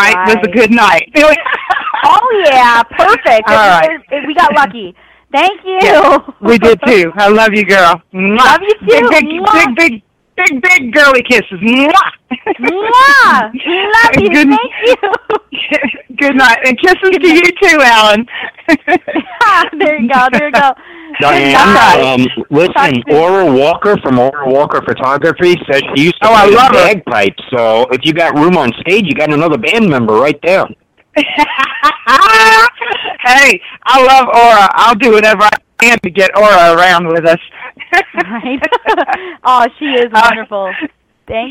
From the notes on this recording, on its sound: Surprise guest call ins!